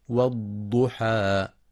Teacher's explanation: ينتبه القارئ لتفخيم الضاد المضمومة مع إعطائها صفة الاستطالة، ويخطئ من يقرأ والضحى بالضاء والضحى، والصواب إخراجها من مخرجها